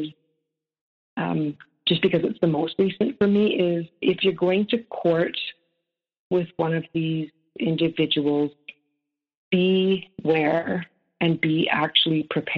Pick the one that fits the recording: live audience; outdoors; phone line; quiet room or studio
phone line